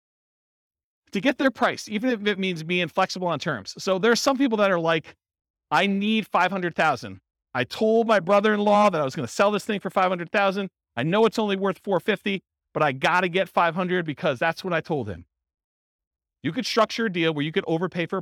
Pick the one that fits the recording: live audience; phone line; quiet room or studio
live audience